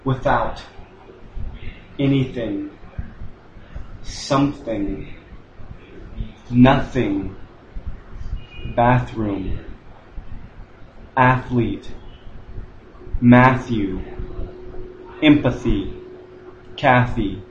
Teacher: Now here's a list of words where the TH sound comes in the middle of the word. These are unvoiced TH sounds, so we make this by putting our tongue between our teeth and allowing a little bit of air to flow through.